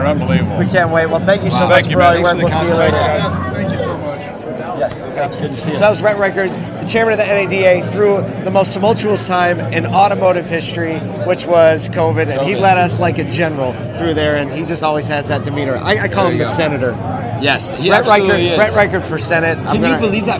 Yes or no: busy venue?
yes